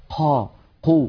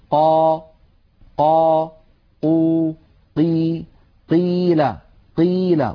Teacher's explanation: يجعلون كمية من الهواء تتدفق مع صوت القاف المتحركة · Shown in: first take · Term: همس القاف